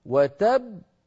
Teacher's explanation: يعني باءين، الباء الأولى ساكنة والثانية مفتوحة